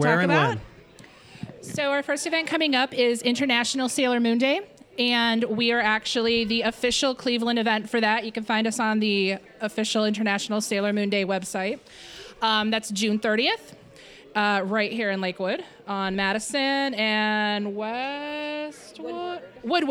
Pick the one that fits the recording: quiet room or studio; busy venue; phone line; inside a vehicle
busy venue